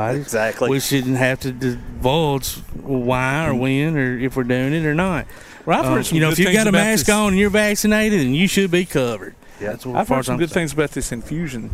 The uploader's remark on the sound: Live at the Elkmont Car Show